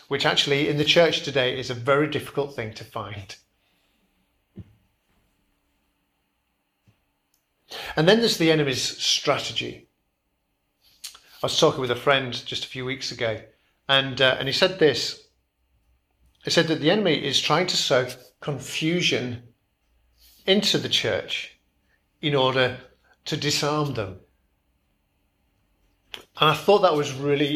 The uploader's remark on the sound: Preached at Kirkby Stephen Evangelical Church.